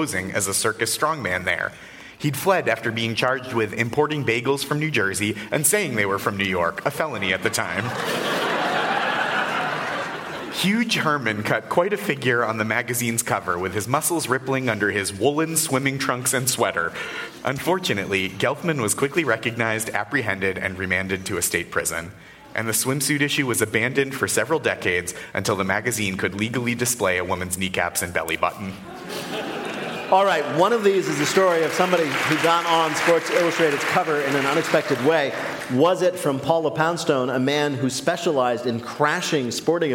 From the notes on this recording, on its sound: we are back with a brand new show from the Studebaker Theatre in Chicago